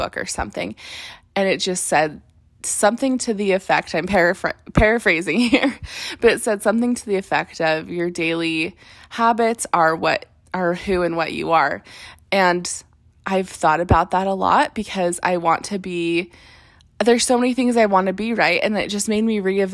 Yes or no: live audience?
no